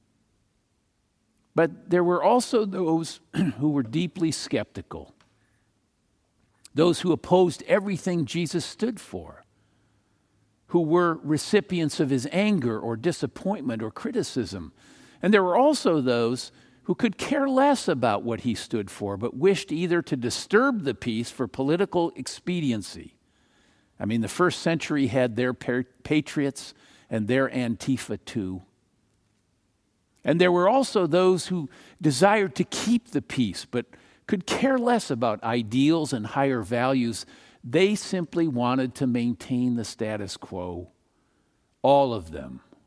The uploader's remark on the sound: Palm Sunday message delivered during the Traditional Worship Service. San Marino Community Church.